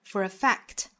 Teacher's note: for 和 a 之间连读有一个小小的 r